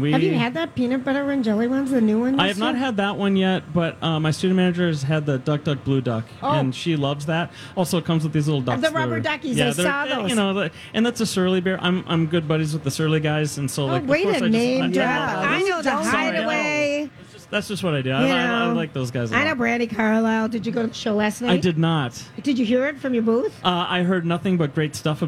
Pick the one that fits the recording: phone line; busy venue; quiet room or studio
busy venue